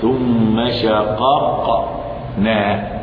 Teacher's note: اما المطلق، القسم الثالث المطلق من المثلين، ان يكون الاول متحركا والثاني ساكنا، كما في قوله تعالى ثم شققنا، فان القاف الاولى متحركه والثانيه ساكنه، حكمهما الاظهار، لانه لا يضغم متحرك في ساكن، لا يضغم حرف متحرك في حرف ساكن، ان الساكن ضعيف، فهل يضغم القوي المتحرك؟